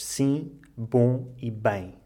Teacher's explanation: Aqui vocês têm de olhar para este M final não como uma consoante, mas sim como uma vogal nasal. A diferença entre as consoantes e as vogais é que quando dizemos consoantes, fechamos a boca e quando dizemos vogais, deixamos a boca aberta.